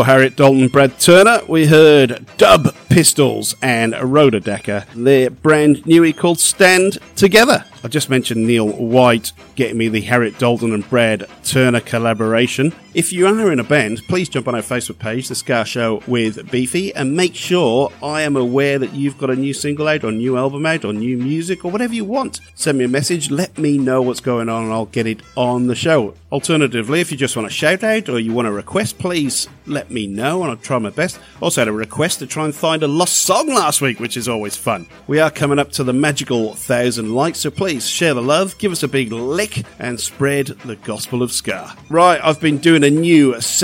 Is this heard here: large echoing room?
no